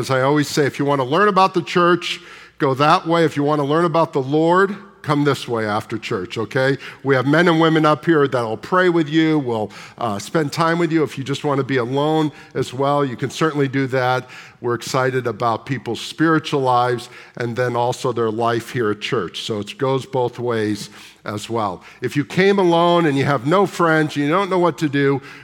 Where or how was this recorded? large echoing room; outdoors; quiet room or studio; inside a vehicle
large echoing room